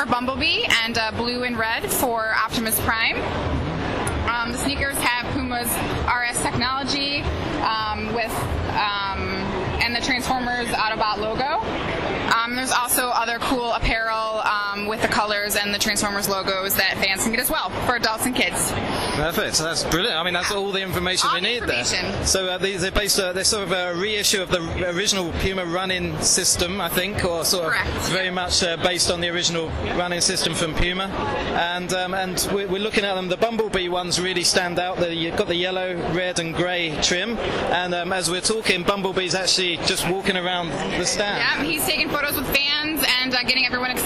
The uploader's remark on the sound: Record a podcast live from the convention floor at this October's MCM Comic-Con London. A little shorter and a lot noisier than usual.